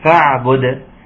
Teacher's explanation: ضم الباء جيدا وقلقلة الدال، فاعبده، وعشان ايه ما يبقاش فاعبده ومضمومة، لان هيبقى فيها مشكلة وانت بتقرأي ان الدال جاد بين مضمومين، الدال ساكن جاء بين مضمومين.